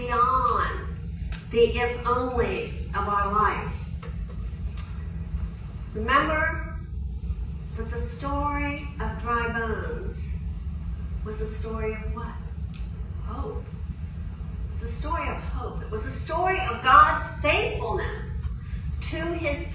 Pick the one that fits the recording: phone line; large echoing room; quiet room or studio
large echoing room